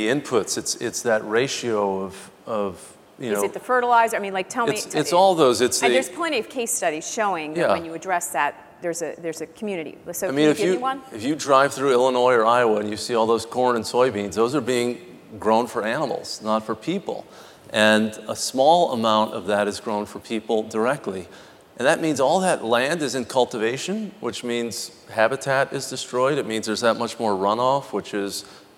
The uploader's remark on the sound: The best of live interviews from GreenBiz events.